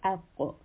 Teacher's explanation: It is permanently heavy. And also, the qaf has a bouncing sound when it has sukun